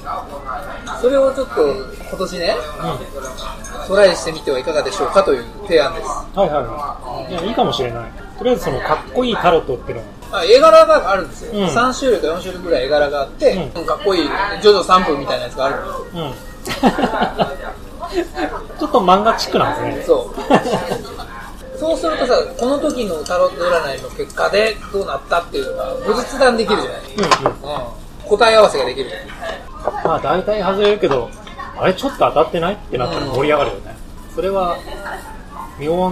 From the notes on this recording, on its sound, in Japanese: GWロケ回で車で話した